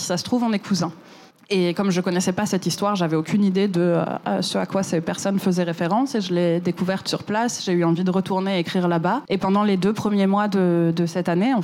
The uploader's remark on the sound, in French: cet épisode a été enregistré à la Gaîté Lyrique